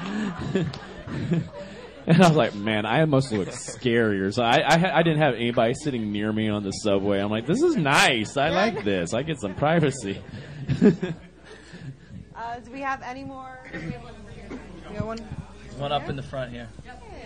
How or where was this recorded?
busy venue